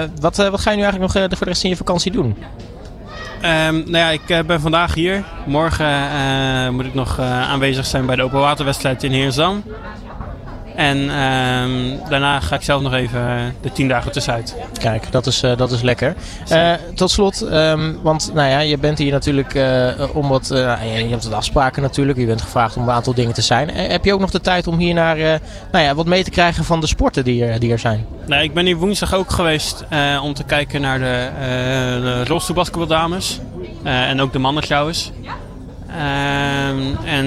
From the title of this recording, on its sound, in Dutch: ALLsportsradio LIVE! vanaf de European Para Championships!